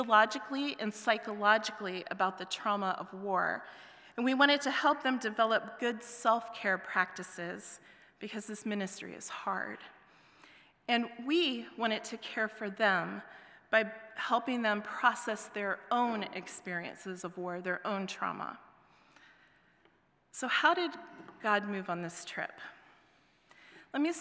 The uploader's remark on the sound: presented by Asbury Seminary Kentucky Chapel, recorded on Thursday, September 21, 2023 at Asbury Theological Seminary's Kentucky campus